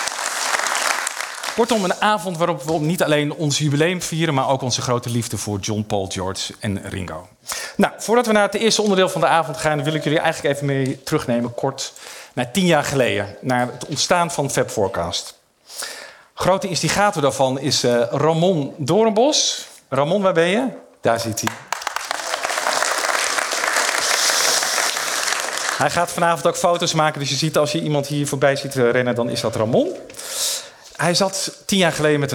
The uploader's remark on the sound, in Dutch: Op 11 maart 2023 vierden wij ons 10-jarig jubileum met een live event in het gebouw van Beeld & Geluid in Hilversum.